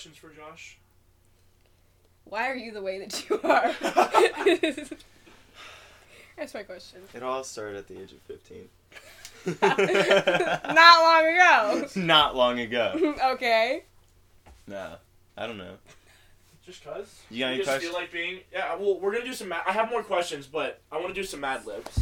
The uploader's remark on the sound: please bare with us with some audio difficulties we're still messing around with the mic